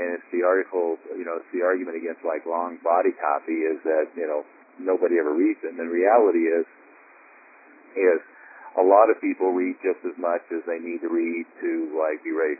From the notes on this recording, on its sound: Inner Circle Teleconference